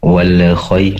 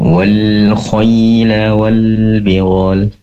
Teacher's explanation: pastikan lam di sini disempurnakan sifat inhirofnya, yaitu kecenderungan huruf lam pada huruf nun. · Shown in: second take · Prakteknya dengan menempelkan ujung lidah ke langit-langit lebih lama.